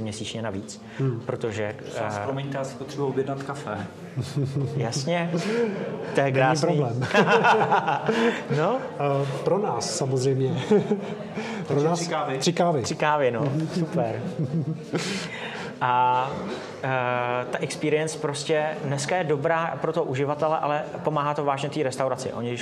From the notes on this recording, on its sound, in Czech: na startupovém festivalu Festup 2022, kde také vznikl tento podcastový díl